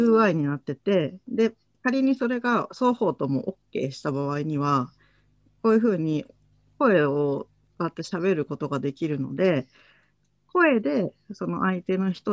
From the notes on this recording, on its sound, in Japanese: ClubhouseとZoomで同時収録